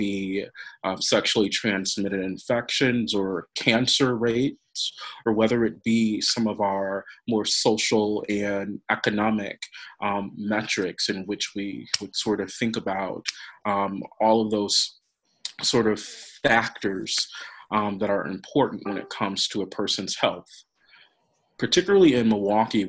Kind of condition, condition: link, video call